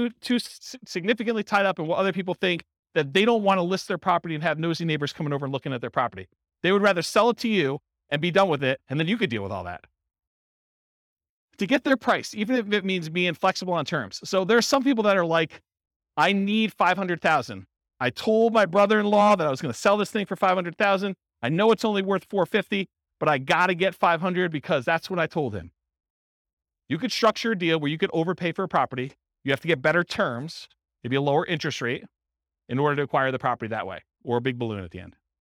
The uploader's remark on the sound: Real estate entrepreneurs in Tucson, Arizona. This was a live class recorded to give investors a solid qualitative overview of all the different real estate investing strategies.